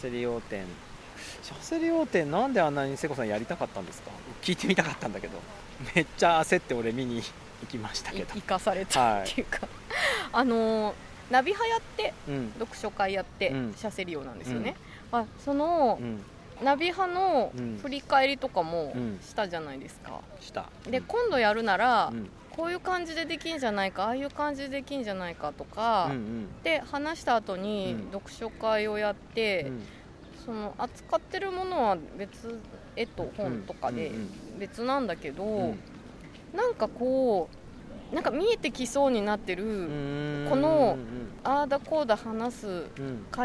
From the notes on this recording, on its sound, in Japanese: 明治神宮に蚊が出はじめたので、上野公園へと収録場所を移しました。